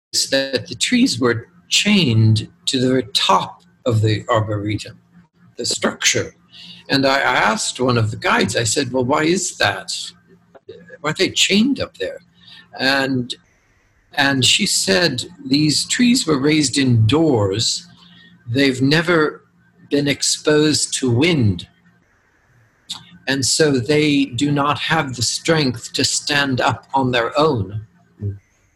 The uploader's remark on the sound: Two questions from Invitation Podcast listeners who joined in to our zoom conversation.